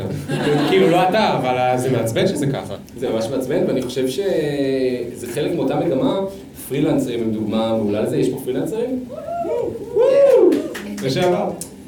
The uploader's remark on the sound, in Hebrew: נפגשנו לפופקורן לייב מול קהל חי ב-Rise תל אביב